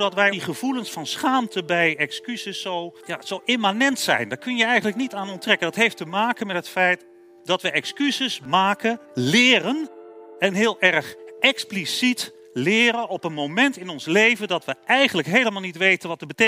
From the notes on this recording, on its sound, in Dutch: live vanaf het Betweter Festival van de Universiteit Utrecht